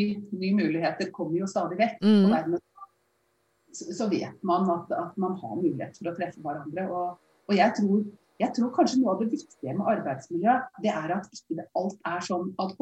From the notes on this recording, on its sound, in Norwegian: Når alle er på hvert sitt hjemmekontor. Beklager litt dårlig lyd.